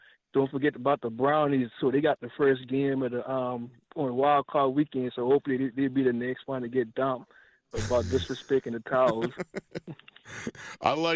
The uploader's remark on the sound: gets to your phone calls